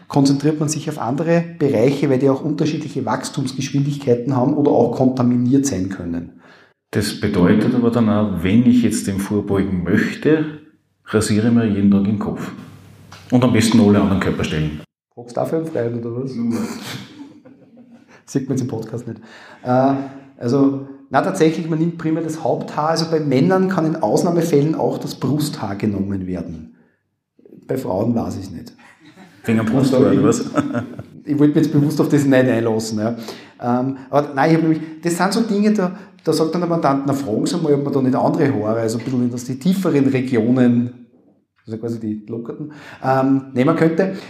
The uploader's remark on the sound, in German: Dies ist die Aufnahme der Veranstaltung. (5020 Salzburg, Kapitelgasse 4-6). Dies war der Tourstart der aktuellen LawBusters Tournee.